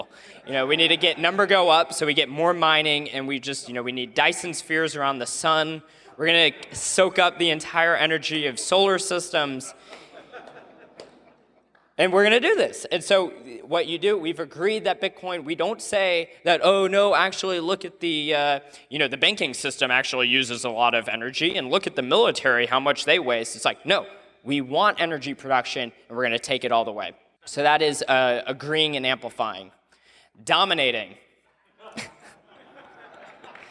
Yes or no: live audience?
yes